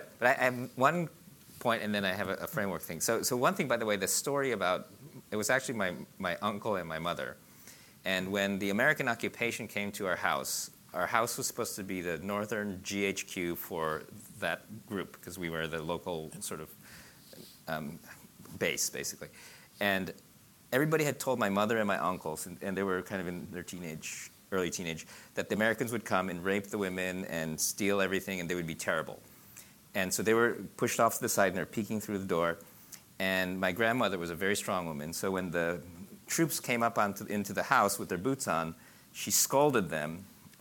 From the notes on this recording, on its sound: recorded at the 2014 International Achievement Summit in San Francisco